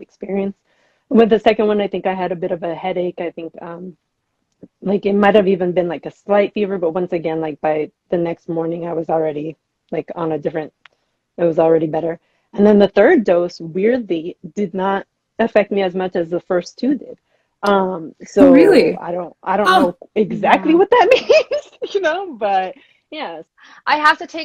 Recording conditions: video call